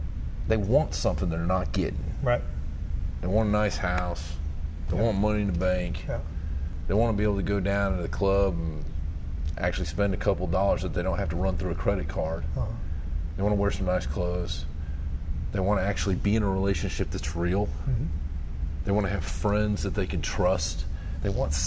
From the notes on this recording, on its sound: Recorded at VetXPO 2018 Gallant Few in Ft Worth Texas.